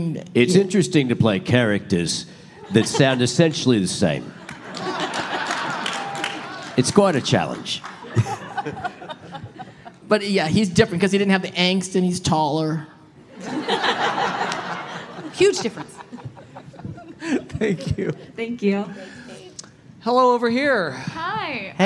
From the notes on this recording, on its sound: Live From Emerald City Comic Con ’21! This exclusive release of the live Avatarverse panel at ECCC. Recorded in the chilly December clouds of beautiful Seattle at Emerald City Comic Con. Before turning the questions over to the audience!